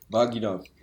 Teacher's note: Wo ist die Betonung? Auf war, auf gi oder auf na? Auf gi.